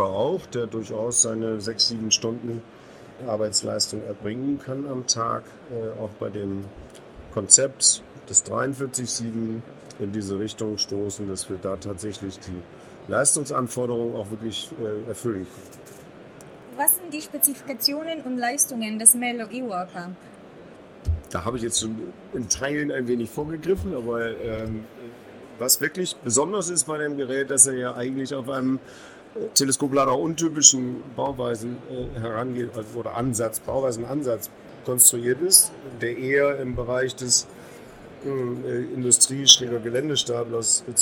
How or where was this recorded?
busy venue